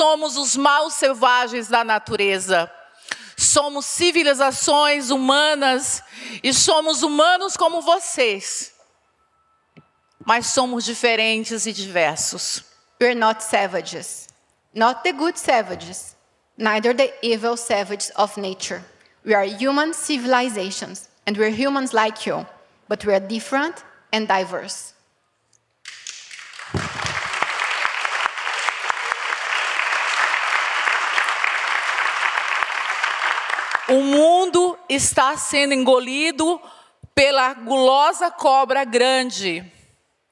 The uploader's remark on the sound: This audio file is an excerpt from ChangeNOW 2022, The World's largest event for the planet, held May 19-21.